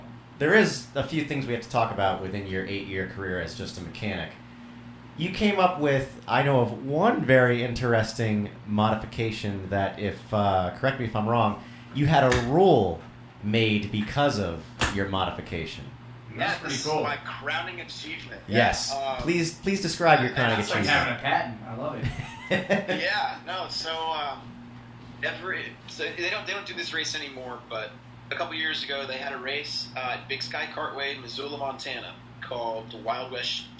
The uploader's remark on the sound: Yes, the audio is not perfect. It didn't record correctly so I had to get creative.